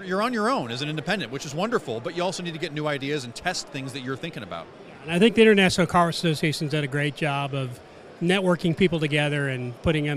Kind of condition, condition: setting, busy venue